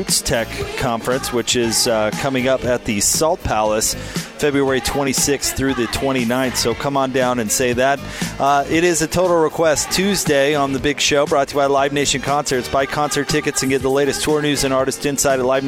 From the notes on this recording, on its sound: LIVE at Roots Tech genealogy conference